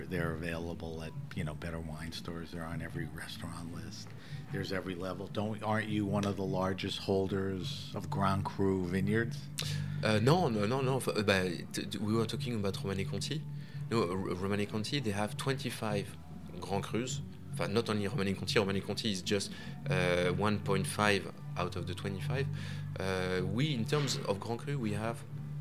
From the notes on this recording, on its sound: Were interviewed at the 2020 Naples Winter Wine Festival.